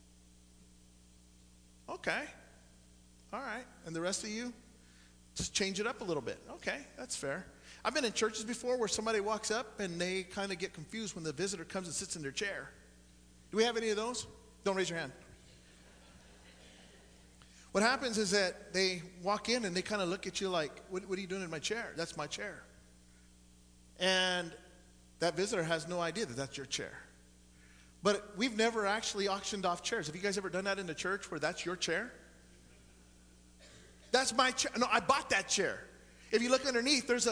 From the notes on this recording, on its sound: Sunday Morning Service.